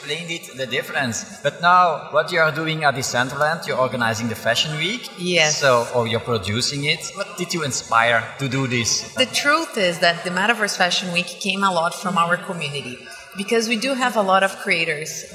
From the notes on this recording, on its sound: This episode was recorded at the podcast booth at Web Summit on November 2, 2022.